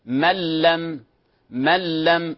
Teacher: إدغام كامل بغير غنة